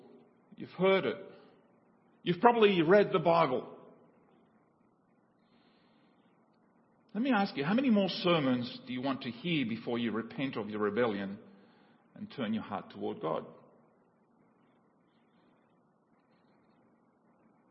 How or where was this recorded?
large echoing room